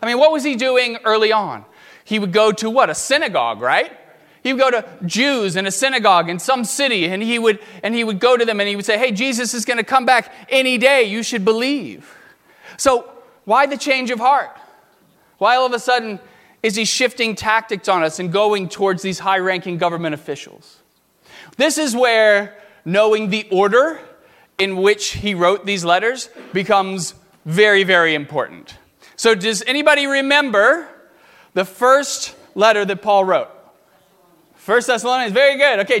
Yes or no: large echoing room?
yes